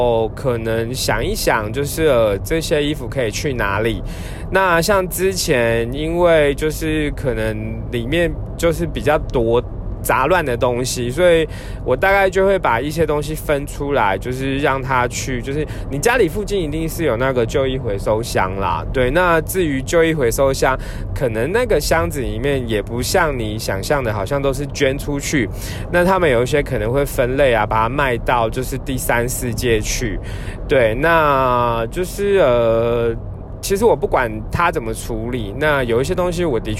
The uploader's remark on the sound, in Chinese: 本次換個空間：開車移動時錄音，有點雜音請見諒～。